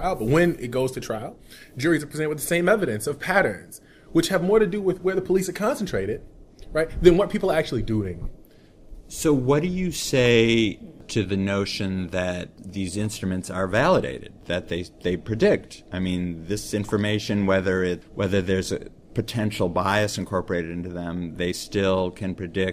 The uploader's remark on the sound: Today with me at the Justice Innovation in Times of Change Conference here. At the Quinnipiac School of Law in North Haven, Connecticut are two of the panelists who participated in a discussion.